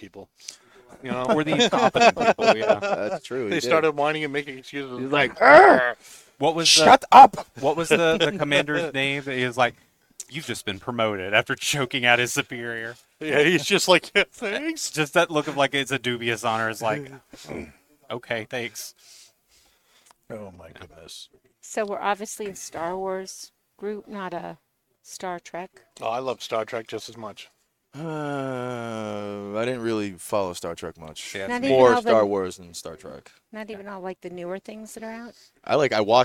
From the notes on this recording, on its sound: Recorded live from the 7-20-4 Lounge!